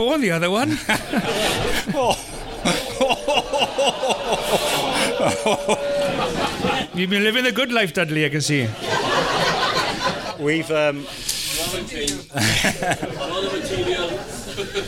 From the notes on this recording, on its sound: A special live episode of the Welsh Rugby Podcasts as we headed up to Cilfynydd RFC to record a bumper episode